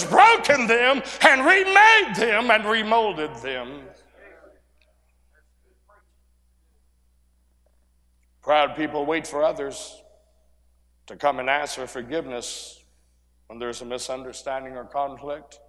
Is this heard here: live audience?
yes